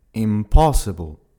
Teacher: Tu entends bien que l'accentuation se fait sur la deuxième syllabe